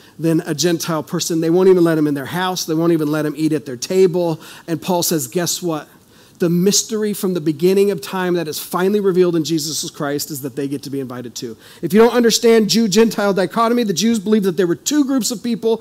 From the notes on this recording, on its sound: This is audio ripped from the Live Service video.